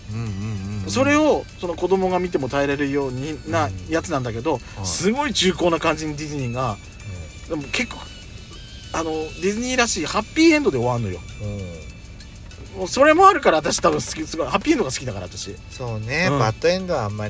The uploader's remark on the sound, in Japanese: パーキング収録